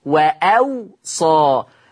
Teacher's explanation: بيحط همزة بين الواوين، بهمزة مفتوحة بين الواوين مع تخفيف الصاد، ما بقتش مشددة وأوصى.